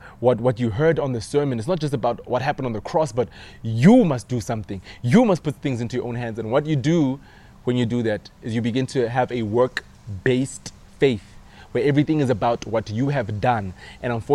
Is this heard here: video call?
no